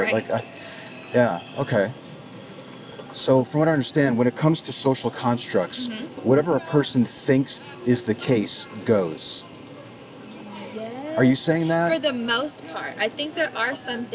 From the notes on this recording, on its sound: Location: San Antonio, Texas. Recorded w/Go-Pro.